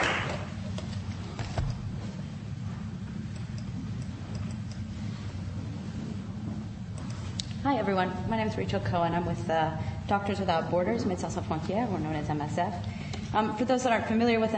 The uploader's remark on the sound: Princeton Colloquium on Public and International Affairs - Day Two - Dodds Auditorium 3:00 pm session.